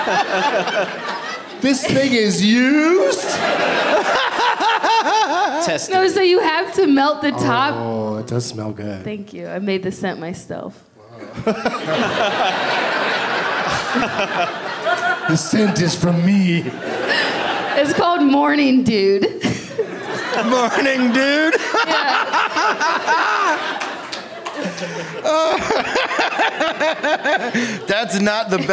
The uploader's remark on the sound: Live from Comedy Off Broadway in Lexington, KY